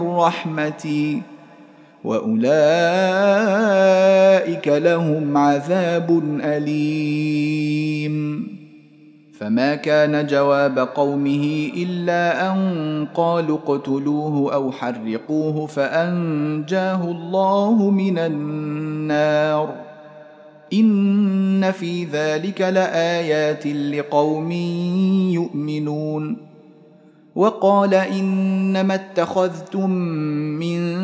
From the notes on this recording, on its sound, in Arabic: مسجل من صلاة التراويح بمسجد السلام بحي مشرفة بجدة.